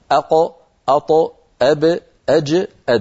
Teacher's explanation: هذه الخمسة عند سكونها كانت العرب تنطقها مهتزة · Term: صفة القلقلة